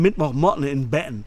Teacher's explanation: Das ist dieses Glottal Stop. Du sprichst die doppelten T's aus.